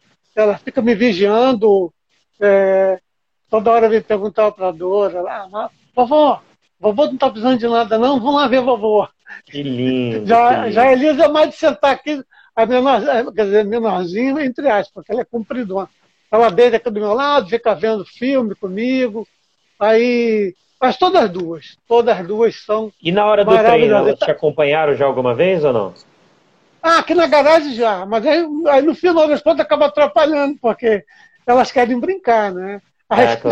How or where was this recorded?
video call